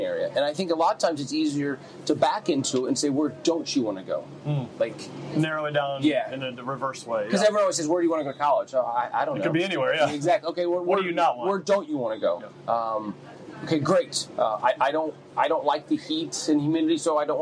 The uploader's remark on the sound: Live from the International Rush Cup at the Rush Select Boarding Academy